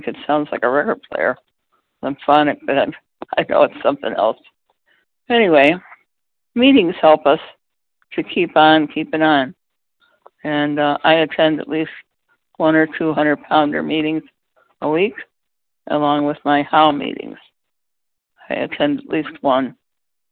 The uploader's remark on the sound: the 100 Pounders Phone Meeting on 11/10/20